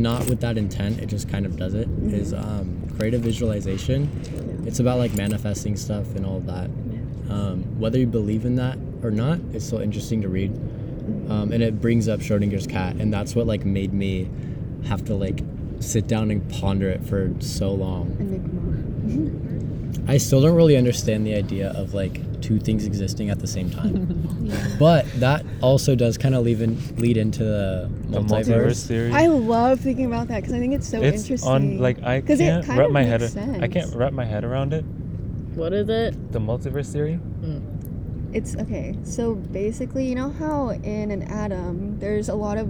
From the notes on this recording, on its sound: recording episode 7 on the top of a cliff by the beach